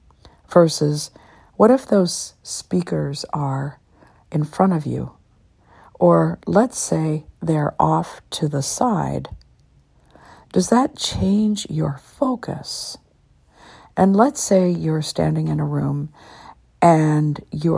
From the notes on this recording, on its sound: I decided to be quite spontaneous this morning and to sit in my recliner, using the app "Just Press Record" and share what I was getting.